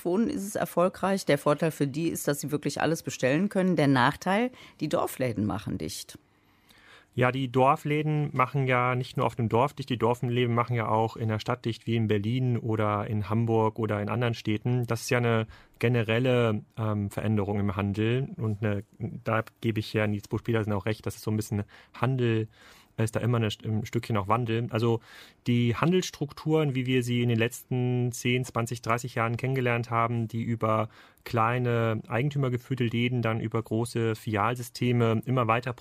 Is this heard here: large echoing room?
no